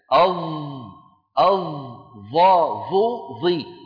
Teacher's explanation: اللوحة التي على اليمين تبين مكان خروج صوت الضاء، طرف اللسان مع أطراف الثنايا العليا